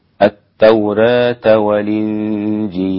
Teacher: هنا قرنت الكلمتين بحكمين، هنا النقل في الإنجيل والإمالة أو الفتح أو التقليل في التوراة. فإذا ما قرأت لورش مثلا يبقى عندك التقليل في التوراة والنقل في الإنجيل